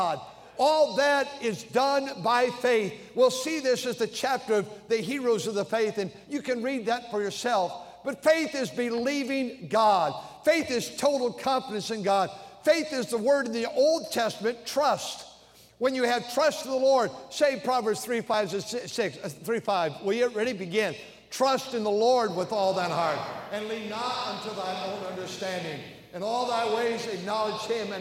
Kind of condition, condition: setting, large echoing room